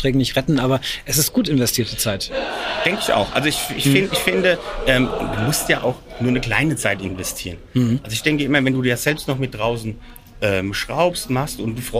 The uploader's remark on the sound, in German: Live vor Ort beim Viessmann Influencer Tag